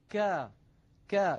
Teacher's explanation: لاحظوا منطقة خروج الكاف التي هي من أقصى اللسان وقد لونت باللون الأزرق، ولاحظوا السهم وهو يشير إلى خروج الصوت إلى خارج الفم من غير تصعد، يعني بانحدار، فالصوت ينحدر عند النطق بحرف مستفل.